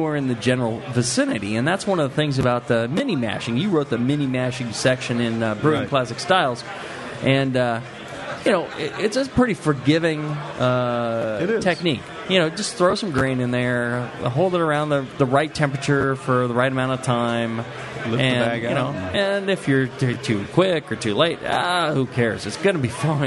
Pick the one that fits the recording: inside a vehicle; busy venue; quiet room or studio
busy venue